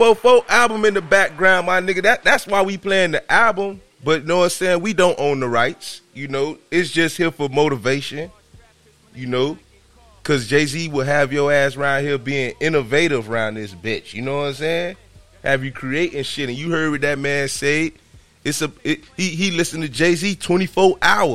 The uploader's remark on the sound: Today I'm on the phone with one of my childhood friends and we turn an inspiring phone conversation into a podcast episode.